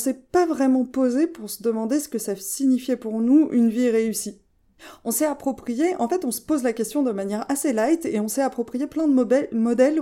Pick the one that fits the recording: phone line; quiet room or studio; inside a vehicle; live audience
quiet room or studio